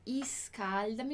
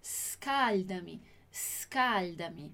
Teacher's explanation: Prestando atenção aqui na pronúncia do S no início da palavrinha, né? Então, não vai ser escaldami, vai ser scaldami · Shown in: second take